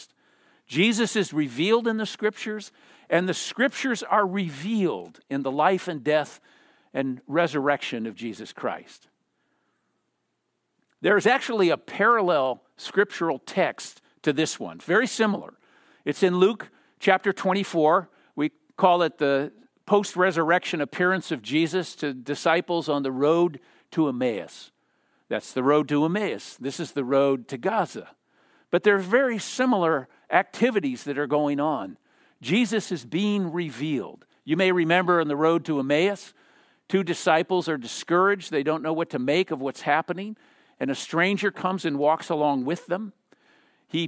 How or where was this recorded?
large echoing room